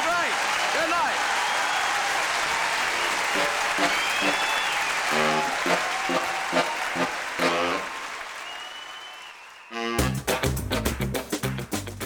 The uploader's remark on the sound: This superb DVD was recorded at the Shaftesbury Theatre, London. Sell-out 12 week run.